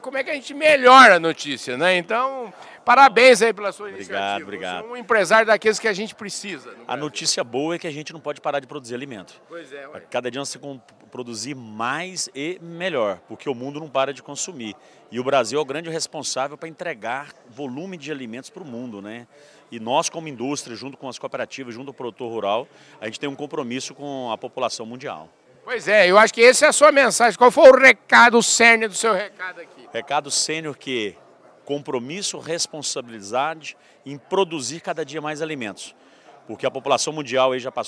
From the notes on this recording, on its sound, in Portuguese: Prosa gravada durante o ENCA 23, o celebrado Encontro Nacional das Cooperativas Agropecuárias, que está acontecendo aqui em Campinas.